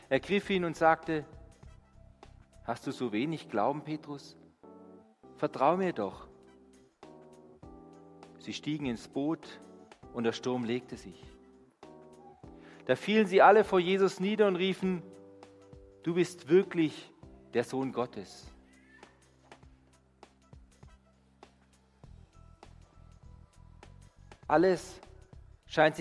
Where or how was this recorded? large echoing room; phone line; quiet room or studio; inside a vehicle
large echoing room